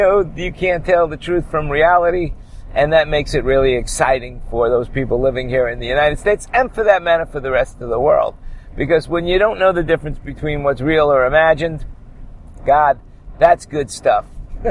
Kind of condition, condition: setting, inside a vehicle